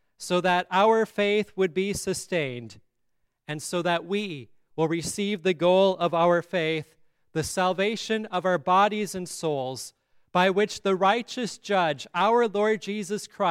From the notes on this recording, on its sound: At Grace Lutheran Church in Lexington.